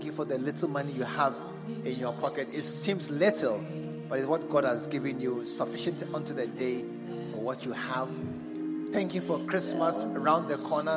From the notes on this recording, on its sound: Preached at the True Vine Cathedral, Bantama